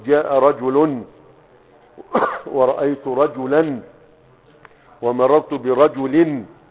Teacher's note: رجل ورأيت رجلا ومررت برجل، فالنون دي اللي بننطق بها، تمام، هذه النون الساكنة التي ينطق بها ولا تكتب، انت بتكتب رجل اخرها لام، لكن لما تيجي لو كتبتها · Term: التنوين